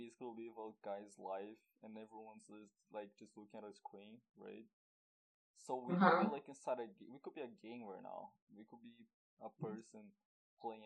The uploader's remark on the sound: I just realized my mic was low af wtf guys come.